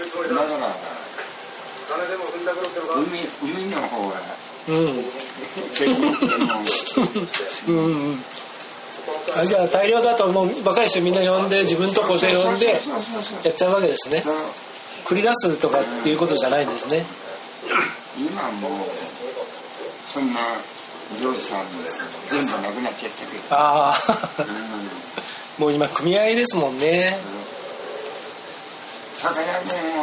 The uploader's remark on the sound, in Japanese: 三重県尾鷲市へ仕事で出かけていました。その初日の夜に飛び込みで入った割烹のカウンターで大将との会話を録音させてもらいました。